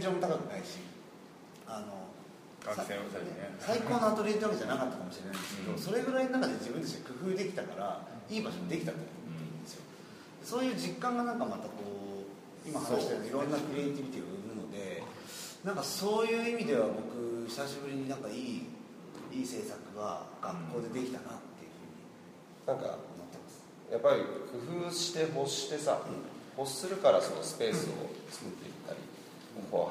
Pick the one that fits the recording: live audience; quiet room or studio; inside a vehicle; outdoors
live audience